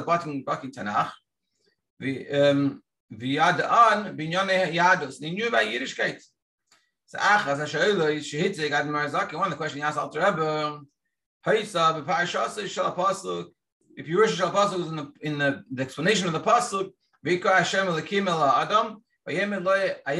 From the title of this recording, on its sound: Daily Zoom Shiur